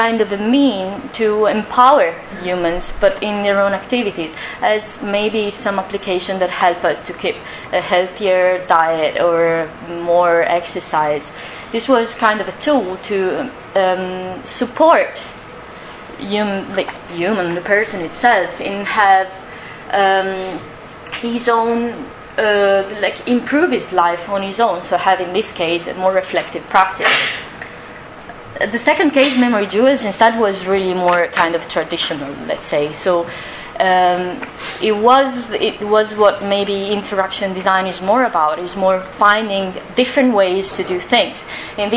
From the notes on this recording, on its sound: Audio from the Design Research Thinking Symposium [DTRS 2012] held at Northumbria University | Design.